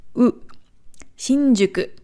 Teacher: das japanische U ist kein U, sondern eher eine Mischung aus U und Ü.